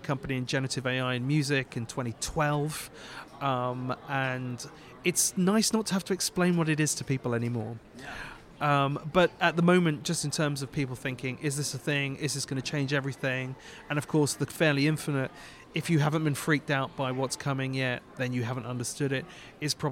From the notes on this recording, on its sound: Reporting live from SXSW!